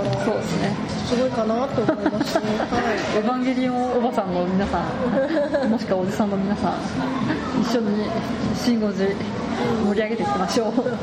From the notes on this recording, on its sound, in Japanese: カフェバーでの収録の為、周囲の音入りまくりです。聞きづらくて申し訳ありません。